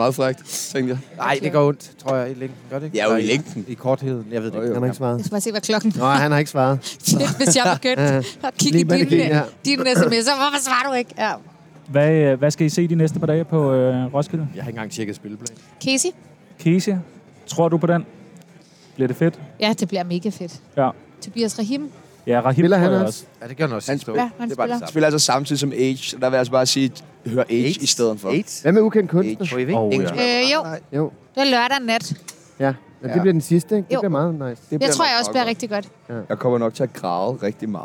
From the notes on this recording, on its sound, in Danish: Direkte fra Mediebyen på Roskilde Festival!